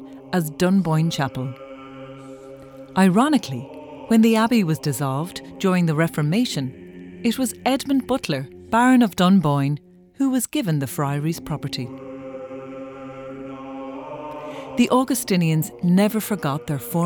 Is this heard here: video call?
no